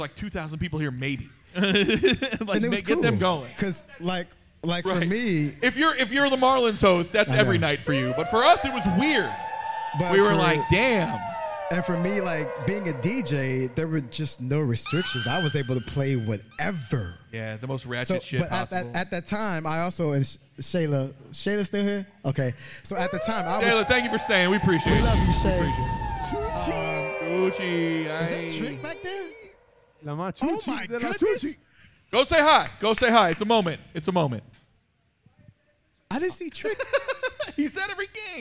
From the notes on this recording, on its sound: This episode was brought to you LIVE (2/21/23) from the World Famous Miami Improv ! This episode was brought to you LIVE (2/21/23) from the World Famous Miami Improv !